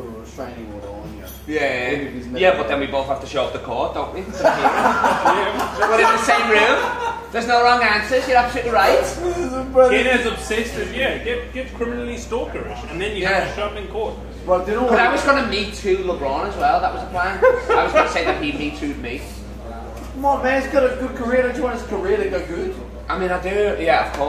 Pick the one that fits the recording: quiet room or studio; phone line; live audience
live audience